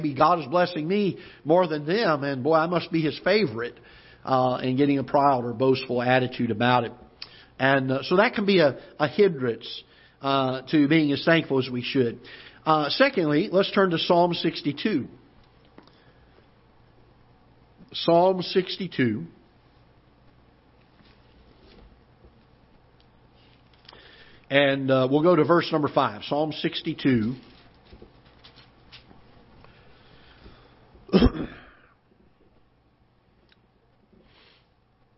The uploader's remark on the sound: Ketha Heights Baptist Church ~ Live Broadcast